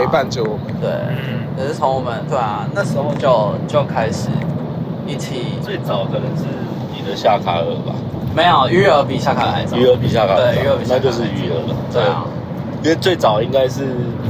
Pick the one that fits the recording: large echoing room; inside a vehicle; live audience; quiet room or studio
inside a vehicle